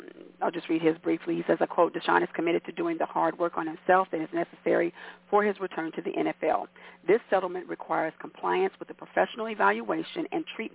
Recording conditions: phone line